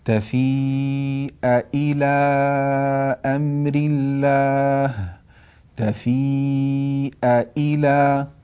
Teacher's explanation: همزة مفتوحة ثم بعدها همزة مكسورة نحقق هذه الهمزة